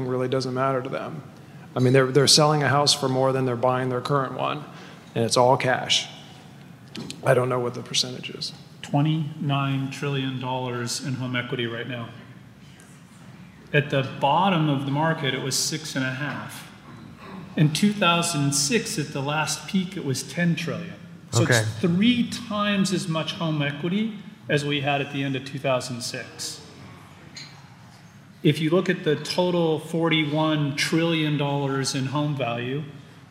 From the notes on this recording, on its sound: The Norris Group’s annual award-winning event, I Survived Real Estate is back, LIVE! Our 15th annual black-tie gala.